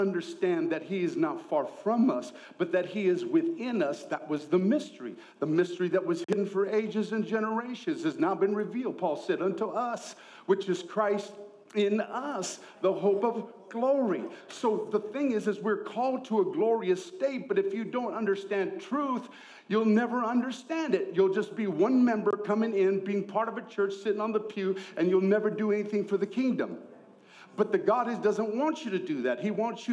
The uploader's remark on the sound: ENCOUNTER CONFERENCE 2024 | Session 3